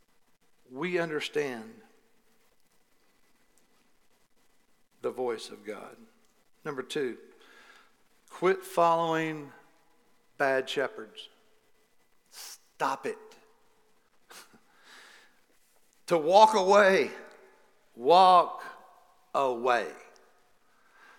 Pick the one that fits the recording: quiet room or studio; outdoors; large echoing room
large echoing room